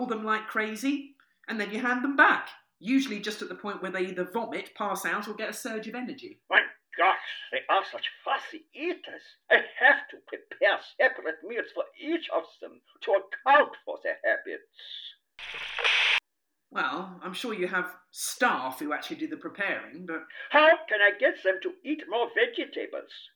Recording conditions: poor sound quality